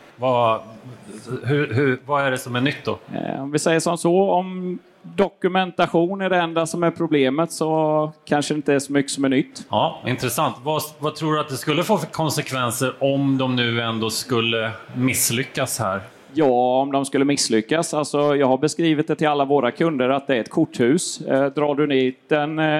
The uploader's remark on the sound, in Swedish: Elinstallapodden Live spelades in på Elfack i maj 2023.